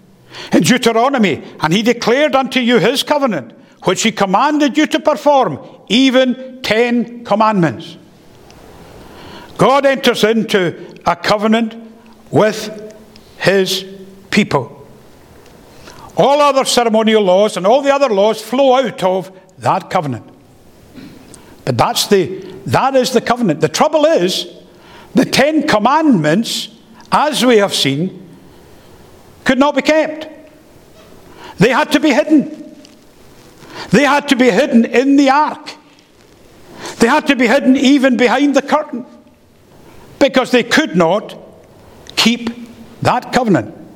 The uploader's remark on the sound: The first paper delivered at the Free Southern Presbytery Colloquium held in Knightswood Free Church -Continuing-, Glasgow